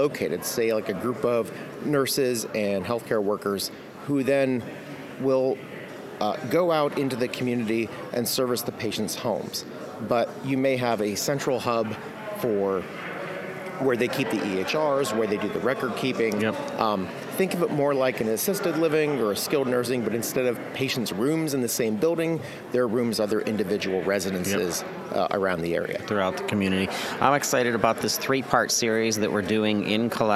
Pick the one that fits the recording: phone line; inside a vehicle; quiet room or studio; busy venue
busy venue